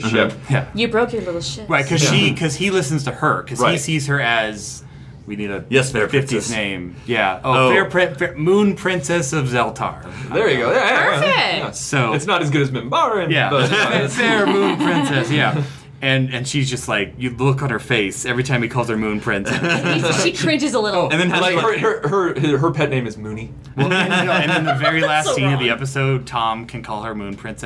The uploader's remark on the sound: Live together at Star Trek Las Vegas in room 17001